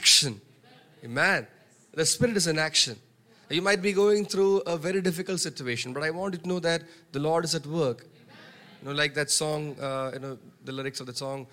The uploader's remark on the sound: preached on 12 March 2023 at Revelation Church.